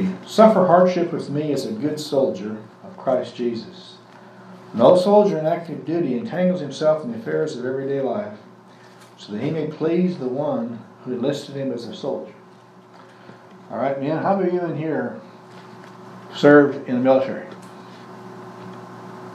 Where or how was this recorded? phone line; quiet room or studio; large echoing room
large echoing room